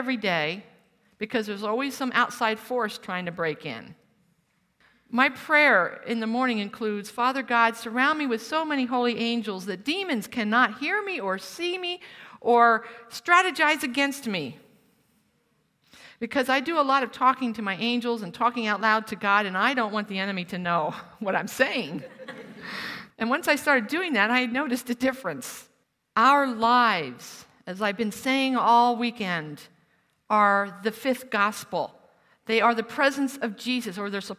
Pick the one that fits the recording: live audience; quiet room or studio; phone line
live audience